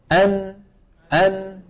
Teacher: من طرف اللسان مع ما يحاذيه من اللسة تحت مخرج اللام بقليل · Term: النون